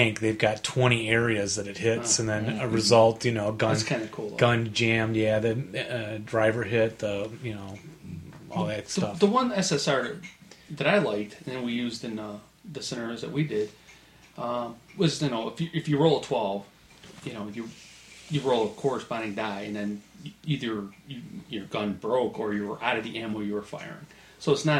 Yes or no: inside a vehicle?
no